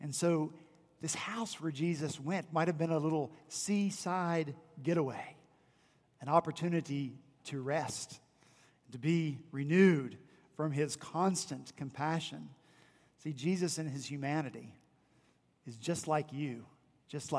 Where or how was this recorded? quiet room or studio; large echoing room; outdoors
large echoing room